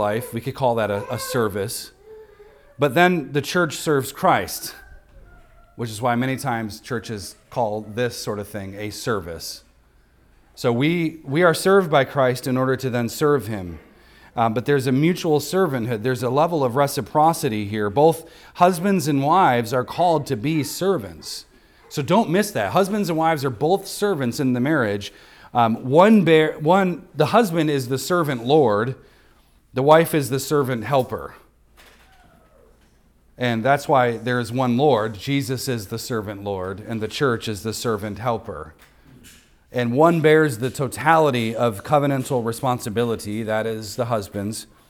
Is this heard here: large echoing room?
yes